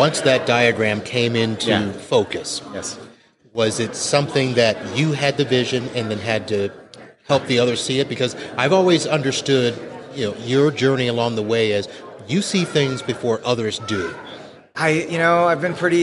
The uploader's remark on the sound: during the PAX8 Beyond 2023 conference